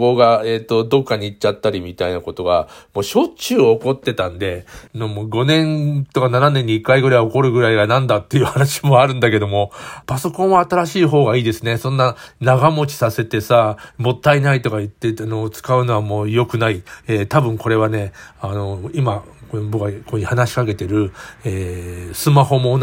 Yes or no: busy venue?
no